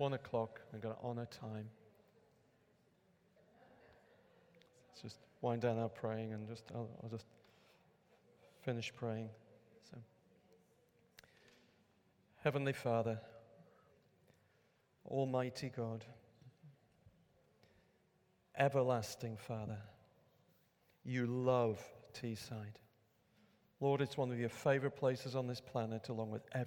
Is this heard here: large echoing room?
yes